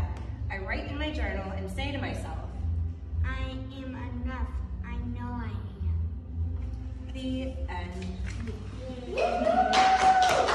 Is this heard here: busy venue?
yes